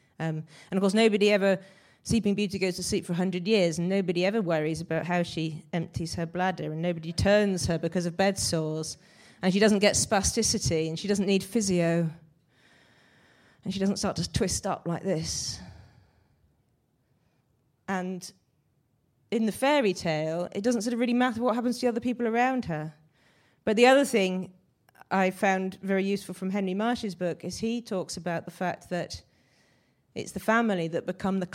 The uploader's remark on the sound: Recorded at the 5x15 Bristol event in January 2017.